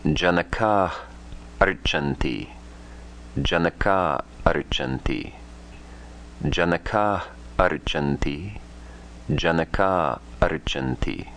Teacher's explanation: A followed by Visarga followed by a soft letter. Visarga is dropped. Janaka archanti.